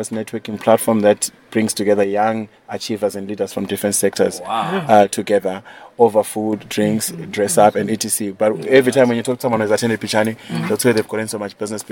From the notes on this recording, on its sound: On the sidelines of The European Film Festival.